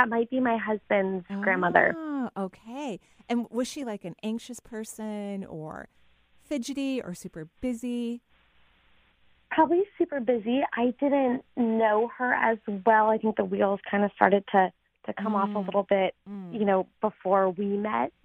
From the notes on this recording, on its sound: We're doing a live call-in show today!